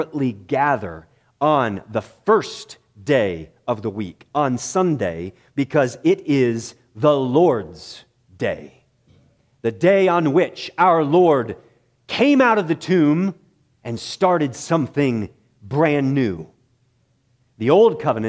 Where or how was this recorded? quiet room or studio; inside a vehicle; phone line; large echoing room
large echoing room